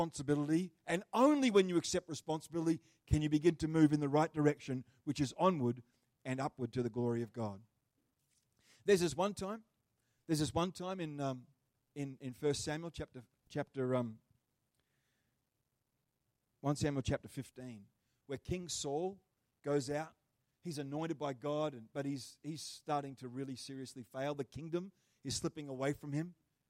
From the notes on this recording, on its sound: The live stream of Destiny Church Atherton.